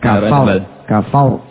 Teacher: Fa'nya tipis ya. Ro'nya tebal.